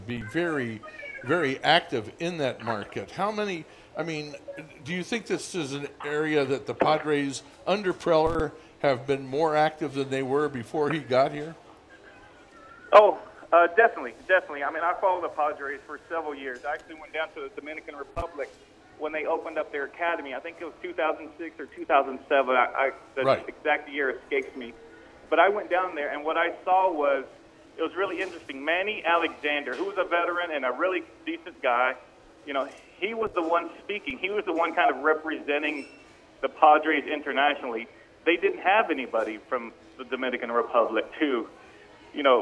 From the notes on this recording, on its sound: phones in to #PadresSH